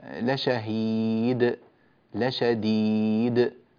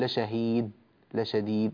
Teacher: الدال من حروف القلقلة، يعني لازم تهتز وتضطرب وتتقلقل منك · Shown in: first take · هكذا لشهيد لشديد وهكذا، لا تقول لشهيد لشديد، لا، لشهيد د، هذا الصوت لابد منه مع حرف الدال.